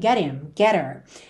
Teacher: Já apareceu outras vezes aqui na série, então se você segue há um tempo, você já sabe disso, mas quando a gente tem ali uma palavra terminada em T e logo depois him, her, pelo H tem um som fraquinho, esse h, muitas vezes ele acaba sendo suprimido e a gente liga no T, get him, get her.